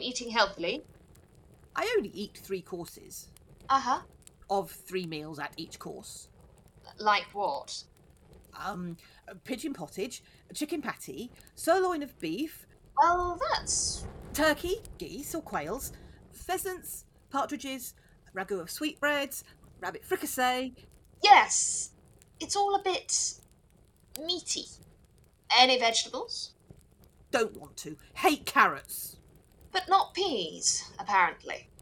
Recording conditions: poor sound quality